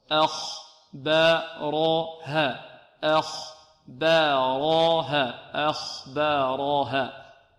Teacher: الهمزة مرققة والخاء مفخمة، لا نقول أخبارها آ لا آ آ، أخ أخبارها أخبارها أخبارها.